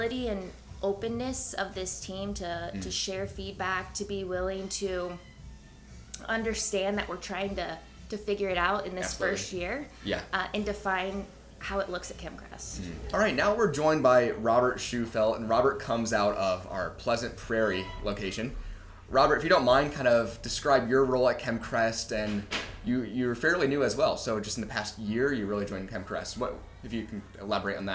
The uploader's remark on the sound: LIVE From Kem Krest’s 2023 Leadership Retreat